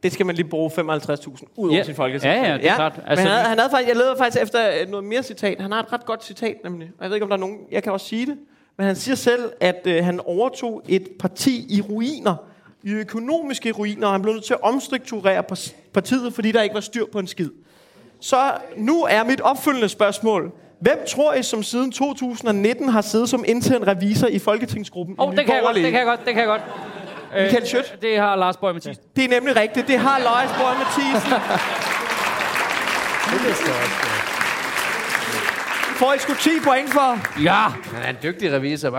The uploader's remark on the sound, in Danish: Optaget live på Comedy Zoo.